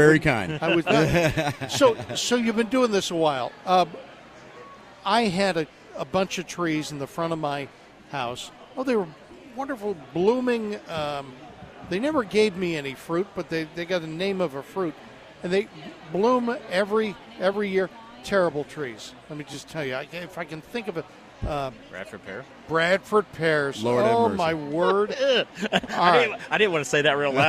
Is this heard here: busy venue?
yes